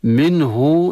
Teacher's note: إظهار النون الساكنة عند الهاء لا غنة فيها، والهاء منه هاء ضمير مفرد مذكر للغائب، لكنها لا صلة فيها، أي لا إشباع الحركة حتى يتولد عنها حرف مد. · Term: إظهار حلقي